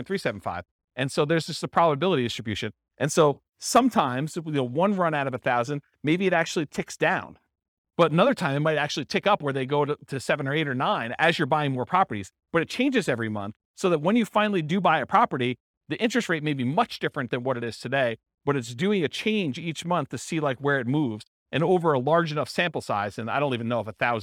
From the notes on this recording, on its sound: This was a live class recorded